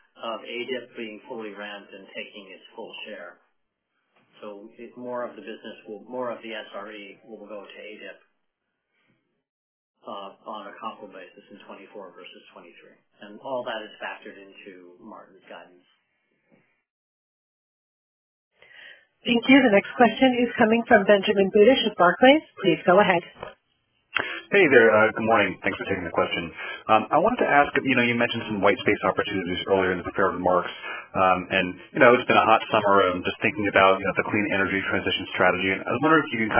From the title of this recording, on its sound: Earnings Conference Call